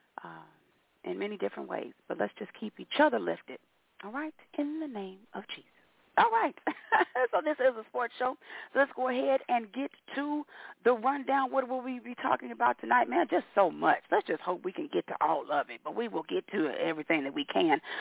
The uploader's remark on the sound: your phone calls